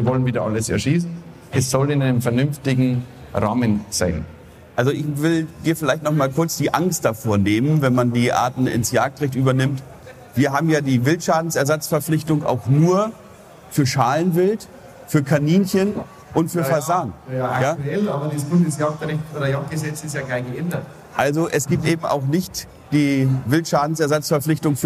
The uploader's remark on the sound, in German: Messe-Rückschau. Die Tonqualität ist einer Besuchermesse entsprechend und nicht mit den Studio-Folgen vergleichbar.